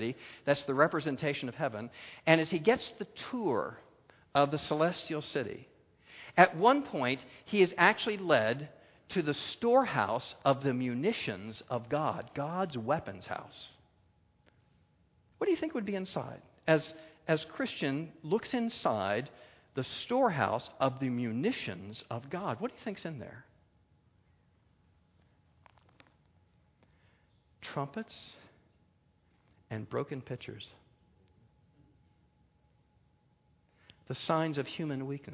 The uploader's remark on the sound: a Keynote Session at FG13